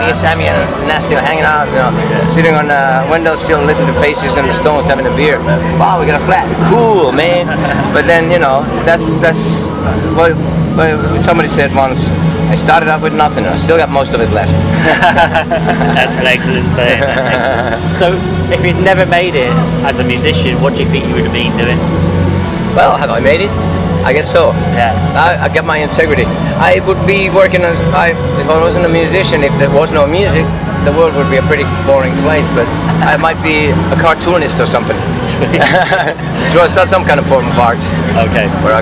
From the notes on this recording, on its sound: Interview at Rock The Coast Festival Fuengirola, Spain.